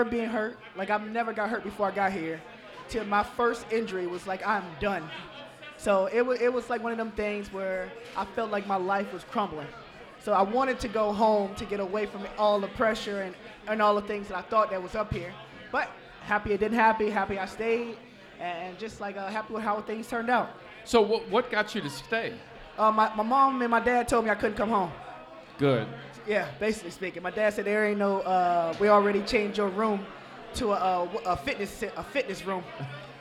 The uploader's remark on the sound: live at Mio's